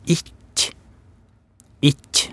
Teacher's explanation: presser jeg, jeg på en måte fremre delen av tunga opp imot den harde ganen, mm, og, så, og så slipper den.